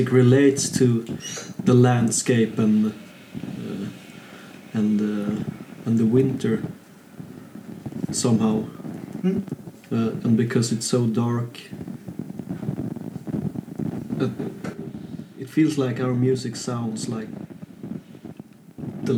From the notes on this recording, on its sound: performing on our balcony during the festival in Aarhus, Denmark